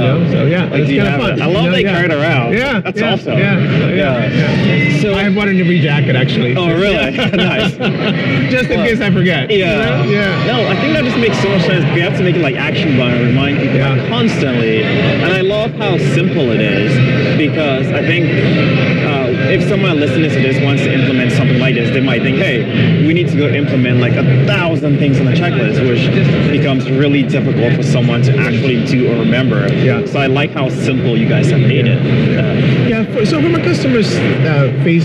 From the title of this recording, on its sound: LIVE AT NAA